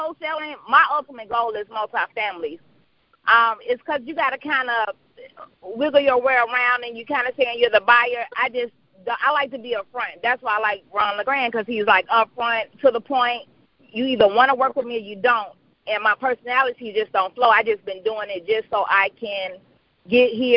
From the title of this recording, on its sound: Gold Club Q&A Call